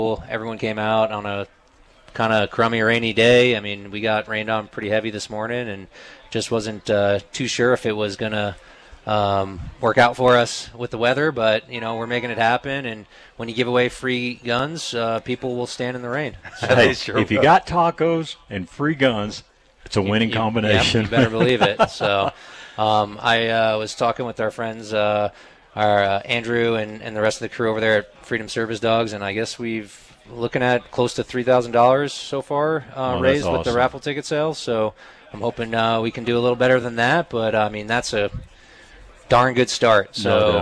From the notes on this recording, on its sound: We are broadcasting live at Big Horn Firearms for their Grand Re-Opening Event today. Despite the clouds and rain it was an awesome crowd that showed up and participated in the raffles.